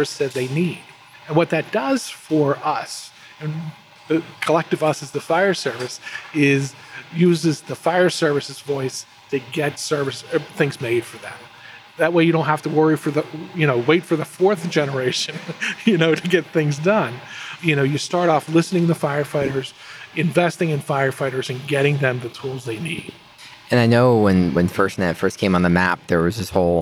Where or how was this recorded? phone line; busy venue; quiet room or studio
busy venue